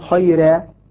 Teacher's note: لما أقول رضي الله عنهم أقول رجال ري، هذا إذا كانت مكسورة مثلا خيرة أقول خيرة بقيت مفتوحة لكنها ذهب عنها السمن الذي يكون على الراء المفخمة · Term: الترقيق